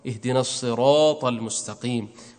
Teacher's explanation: الطاء وقعت بعد الراء فلذلك لا نرقق، مع أن الراء وقعت مفتوحة بعد كسر، فهي في القاعدة السابقة مفروض ترقق، ولكن هنا لا ترقق.